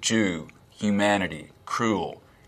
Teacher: Which is that the vowel in words like goose, Jew, Jew, humanity, humanity, cruel, we will be cruel to the Germans, is fronter in the mouth, so Jew, humanity, cruel. · Term: goose fronting